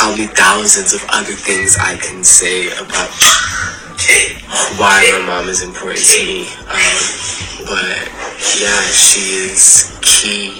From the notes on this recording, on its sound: I am a novice with recording and editing my own podcast so pardon the sound quality.